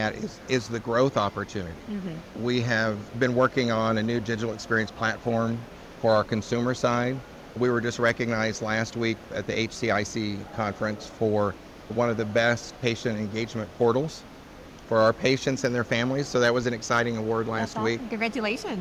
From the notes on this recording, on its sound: It’s an Interview in Action live from the 2023 CHIME Fall Forum.